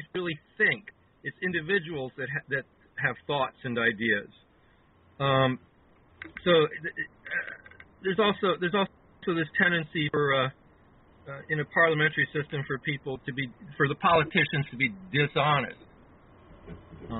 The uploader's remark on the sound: we take callers during this live broadcast